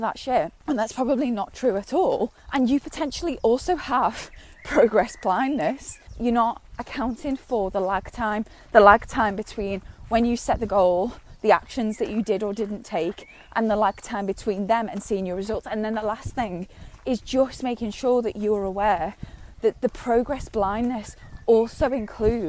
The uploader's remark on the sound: recorded on a dog walk